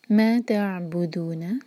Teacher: بو پر زور، سیکنڈ والے لیٹر کے بعد والے لیٹر پر زور دیا جاتا ہے